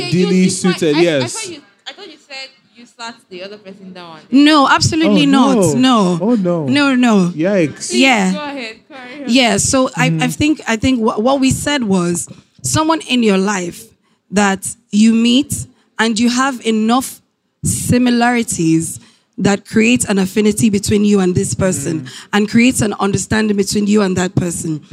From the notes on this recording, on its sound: LIVE at AfricaNXT